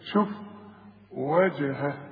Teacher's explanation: وقلنا جيم عليها سكون نعمل فيها ايه؟ نقلقل.